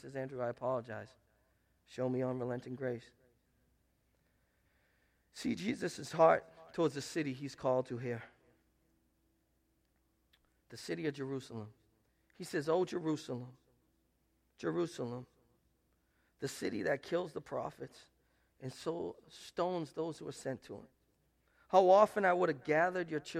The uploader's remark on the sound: Preached at Restoration Road Church on April 2, 2017